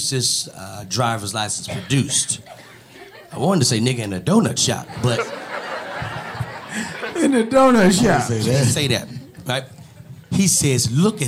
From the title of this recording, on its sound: LIVE in Dallas